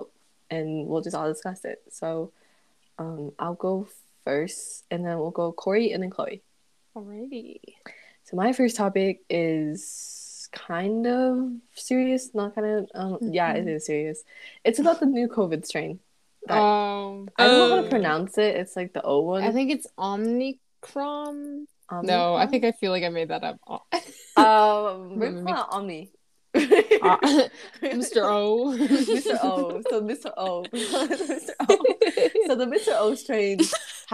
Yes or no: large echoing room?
no